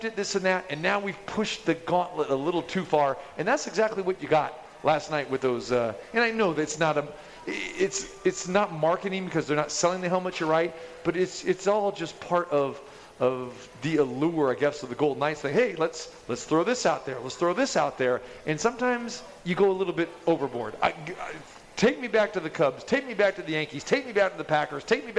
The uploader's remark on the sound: Live From The Cosmopolitan.